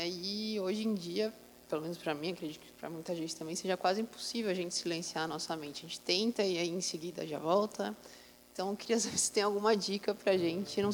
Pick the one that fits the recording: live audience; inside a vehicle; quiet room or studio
live audience